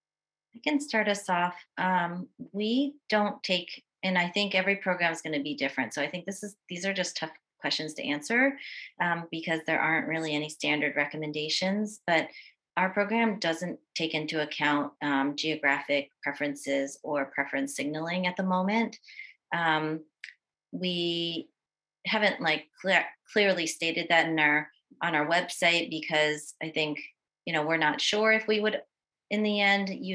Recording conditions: video call